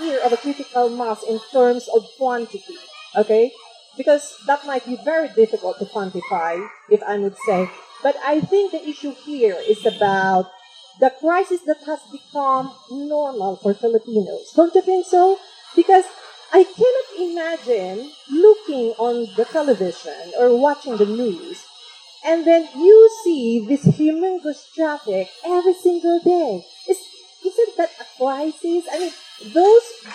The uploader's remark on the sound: Recorded on 2 February 2019 at the UrbanisMO x Chevening Chat held at the Pearl Drive Carless Area, Pasig City.